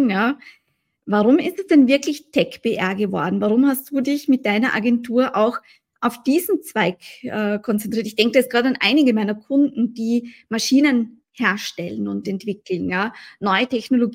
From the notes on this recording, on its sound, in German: Das Interview wurde als LinkedIn Live durchgeführt